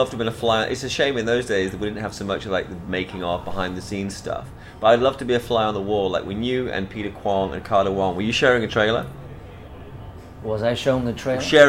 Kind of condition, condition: setting, busy venue